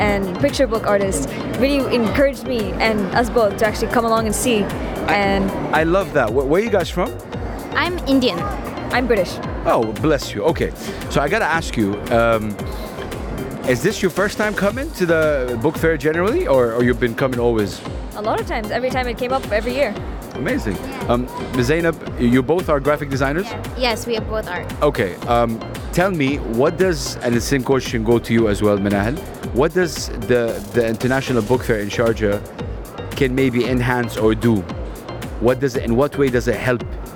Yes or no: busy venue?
yes